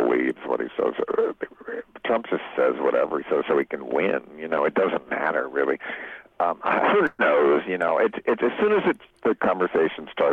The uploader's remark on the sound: called in from his home in Baltimore